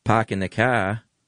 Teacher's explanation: the R-full, meaning with words, when you have an R before a consonant, R-less accents, you drop that R altogether.